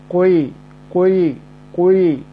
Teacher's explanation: بحركة تامة مركبة من حركتين إفرازا لا شيوعا، فجزء الضمة مقدم كما قلنا، جزء الضمة مقدم ويليه جزء الكسرة · Term: إشماما